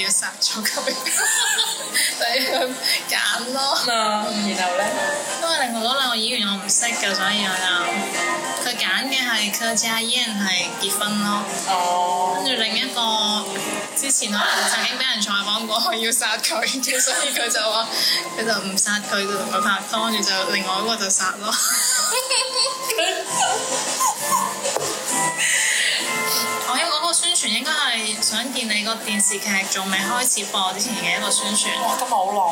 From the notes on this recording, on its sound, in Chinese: 这次在外面录制很吵